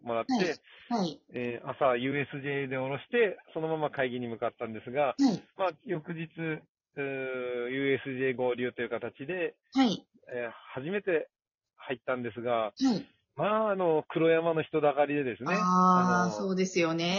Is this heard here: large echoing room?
no